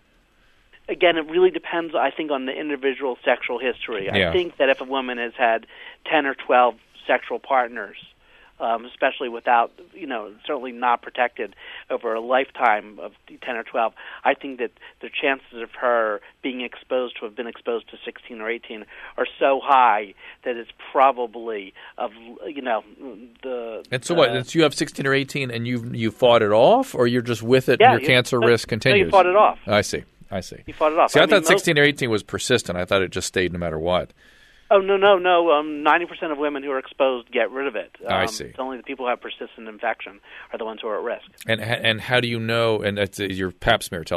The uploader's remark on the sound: they take a listener phone call